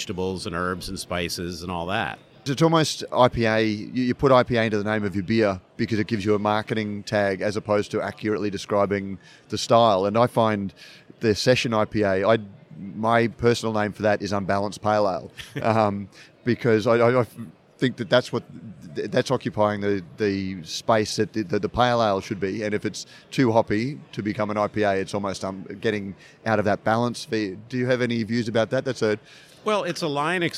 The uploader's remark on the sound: In the second episode of Brews News Live, from BrewCon 2018